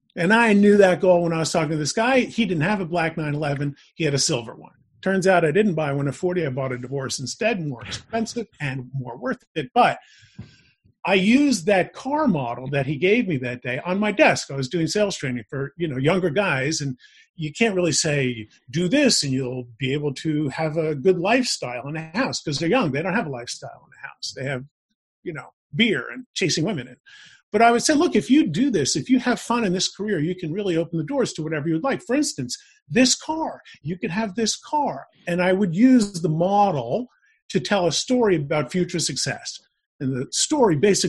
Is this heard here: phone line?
no